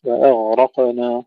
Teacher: أن لا نقلقل الغين وإنما نقلقل القاف